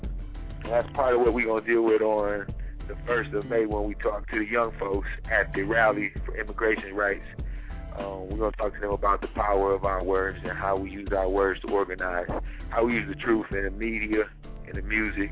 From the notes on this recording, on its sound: Call in show! Chat show!